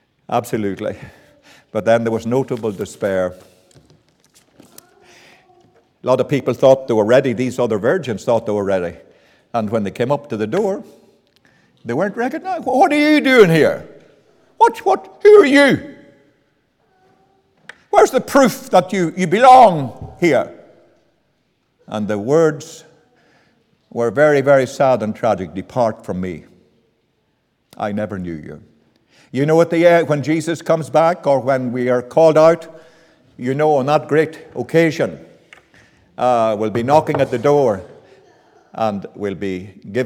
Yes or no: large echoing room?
yes